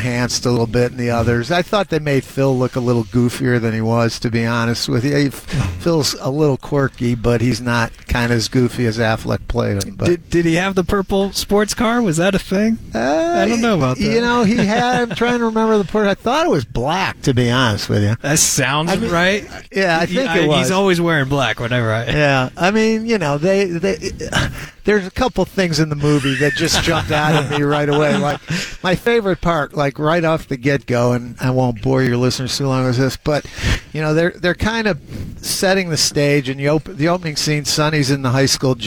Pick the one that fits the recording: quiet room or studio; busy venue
busy venue